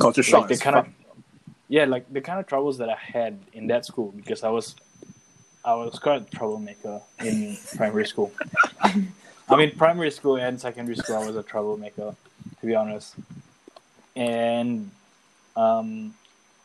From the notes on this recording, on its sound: This episode was a mess because of the audio cuts.